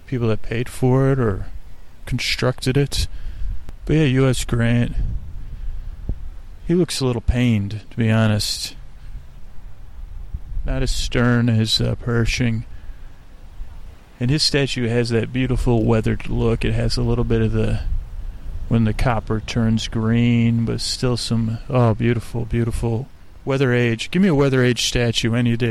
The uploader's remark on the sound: On Location at Golden Gate Park. As we crawl across the park meandering from one place to another live on dullcation.